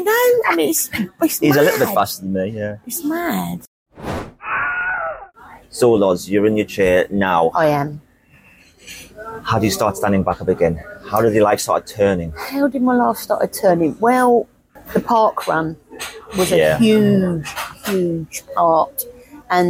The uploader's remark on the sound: I take my show on the road and on location to a coffee shop. A conversation between 2 friends, over 2 coffees, with 2 microphones whilst watching the world go by outside the window.